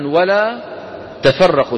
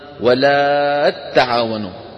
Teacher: يسكنون التاء الأولى ويدغمونها في التاء الثانية فينشأ تاء مشددة